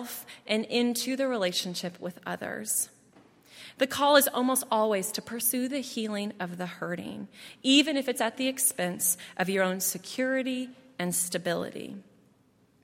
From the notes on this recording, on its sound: at Highland Baptist Church